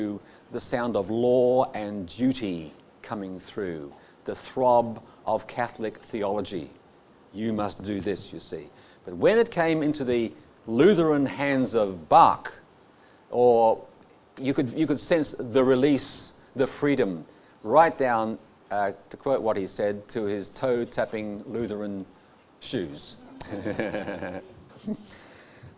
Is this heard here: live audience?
yes